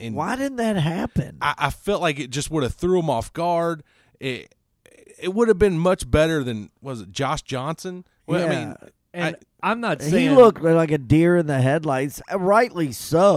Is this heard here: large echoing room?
no